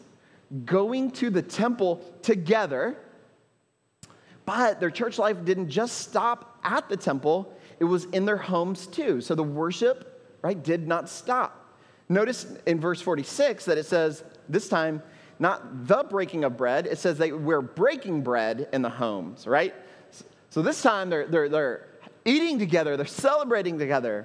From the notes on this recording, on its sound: at Trinity Church, Puerto Rico